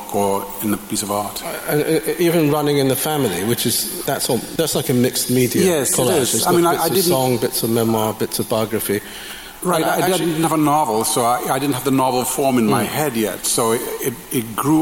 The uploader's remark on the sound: As part of Man Booker 50 festival at Southbank Centre. Each section was introduced by a slideshow of photographs selected by the pair. Here in the recording, each slideshow has been replaced with a short musical interlude.